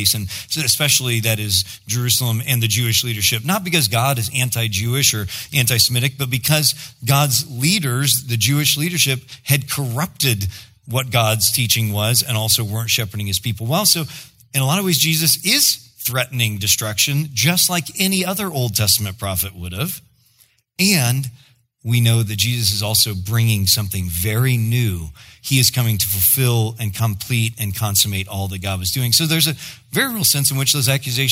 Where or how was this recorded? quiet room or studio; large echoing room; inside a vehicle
large echoing room